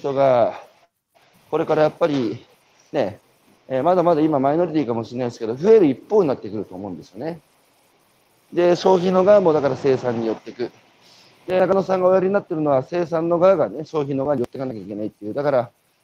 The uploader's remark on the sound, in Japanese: 歩きながら1時間、対談する